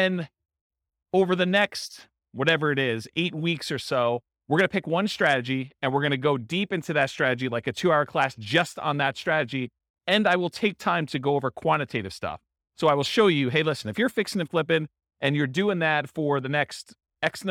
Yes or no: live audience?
yes